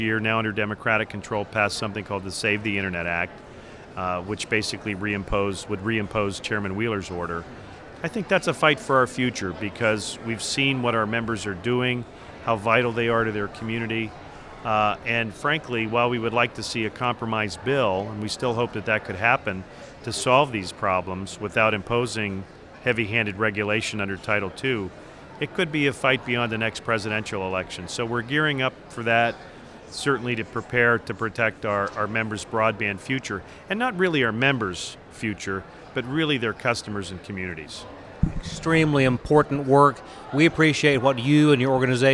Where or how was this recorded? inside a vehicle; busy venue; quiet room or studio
busy venue